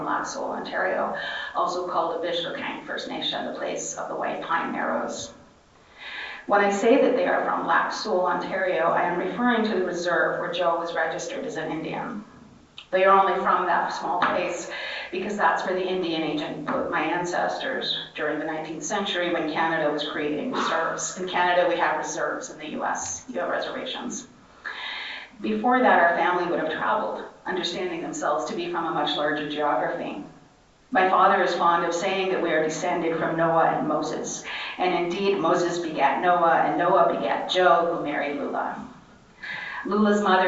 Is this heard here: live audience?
yes